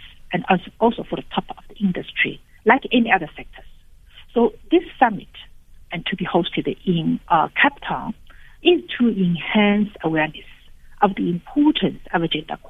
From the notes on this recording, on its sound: Guest (phone)